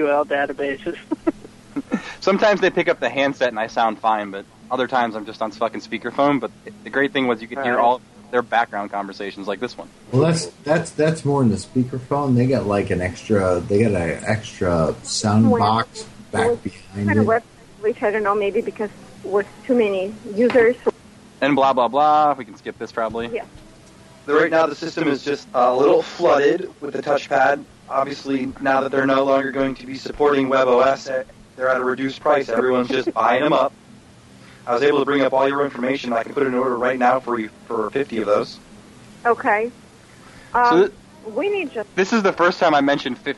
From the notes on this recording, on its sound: Prank Phone Calls Collection